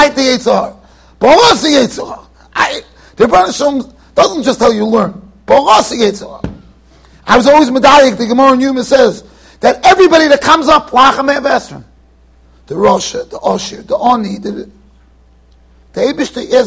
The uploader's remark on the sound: Shiur recorded in Yeshivas Ohr Reuven, Monsey NY.